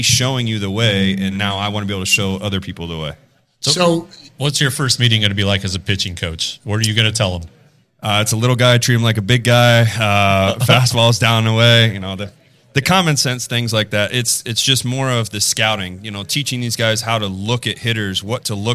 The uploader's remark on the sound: This is the audio of the first ever Rangers Today Road Show at Hop and Sting Brewery.